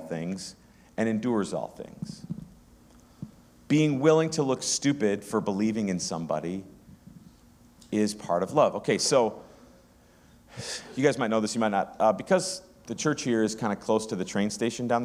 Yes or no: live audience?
yes